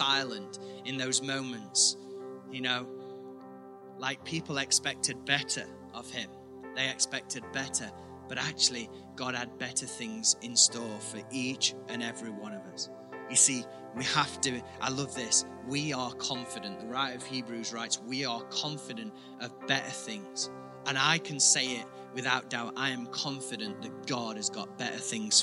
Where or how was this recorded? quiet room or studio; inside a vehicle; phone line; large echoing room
large echoing room